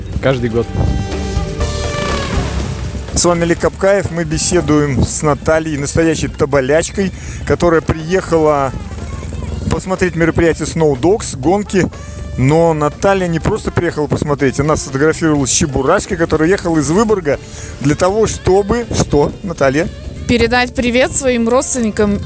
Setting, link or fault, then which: setting, outdoors